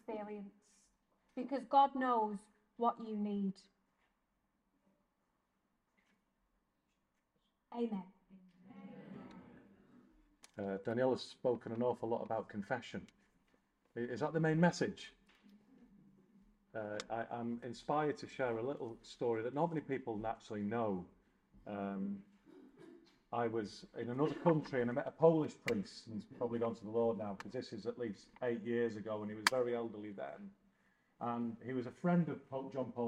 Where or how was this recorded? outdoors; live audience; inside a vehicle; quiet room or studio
live audience